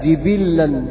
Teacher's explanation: بكسر الجيم والباء وتشديد اللام